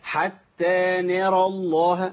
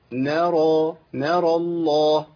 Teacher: الراء مفخمة، جه بعديها لام اسم الجلالة مفخم · Shown in: second take